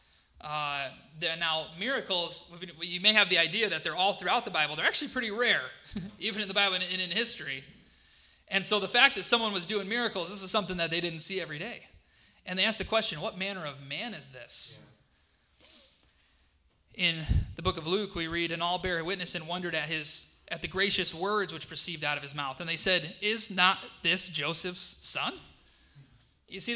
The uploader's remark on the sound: This was a live session of the 2023 Christ Is Conference in Dearborn, Michigan.